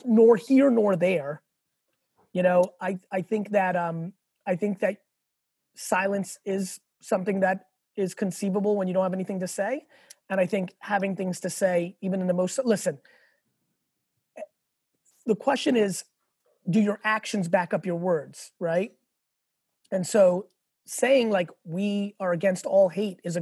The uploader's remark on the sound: Speech at Beyond Board Virtual